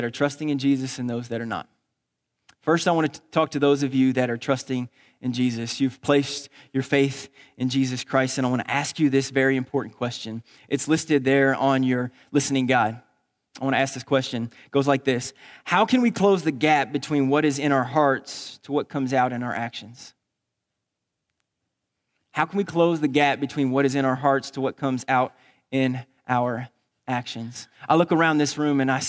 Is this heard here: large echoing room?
yes